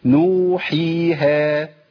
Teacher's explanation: بتمد مد طبيعي. يبقى عندي الواو تمد حركتين، الياء حركتين، الالف حركتين